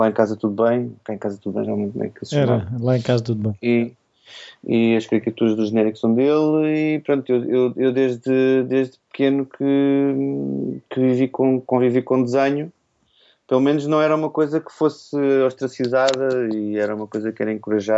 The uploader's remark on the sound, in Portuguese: Não foi fácil arranjar um dia e um local que desse para os dois, daí termos finalmente decidido fazer por Skype.